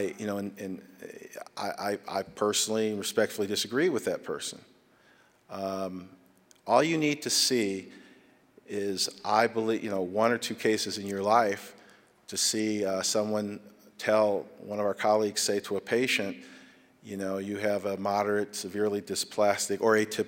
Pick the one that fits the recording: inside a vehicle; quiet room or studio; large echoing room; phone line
large echoing room